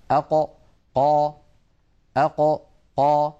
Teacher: القاف كما نعلم يا إخوة من أقصى اللسان مع ما يحاذيه من الحنك الأعلى. أق قا أق قا، هذا مكان حرف القاف من أقصى اللسان مع ما يحاذيه من الحنك الأعلى.